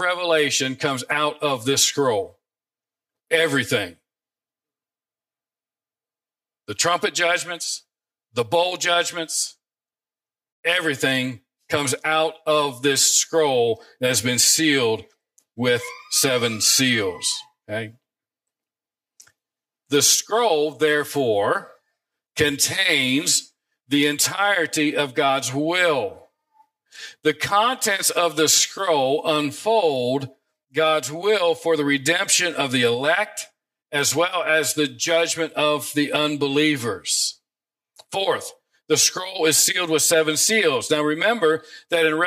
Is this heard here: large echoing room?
yes